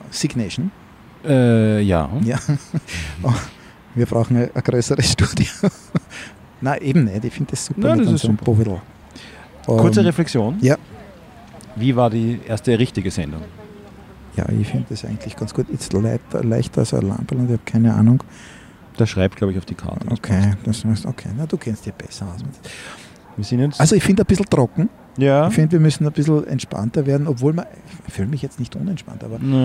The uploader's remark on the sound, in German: Aufgenommen am Donaukanal.